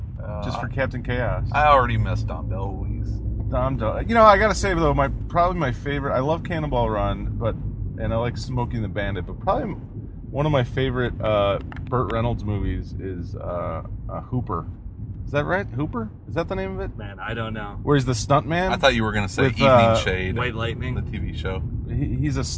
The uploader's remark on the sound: Join three friends as they drive from Chicago to Milwaukee. Travel the treacherous span of I-94.